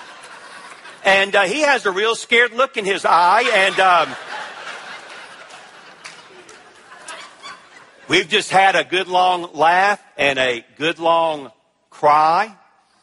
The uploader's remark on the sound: at the ERLC National Conference